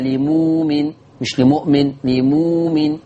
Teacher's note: الإبدال معروفة تبدل بواو مادية